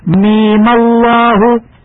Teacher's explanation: لجميع القراء المد الطويل ست حركات نظرا للأصل هكذا ميم الله والمد القصير حركتين اعتدادا بالفتحة العارضة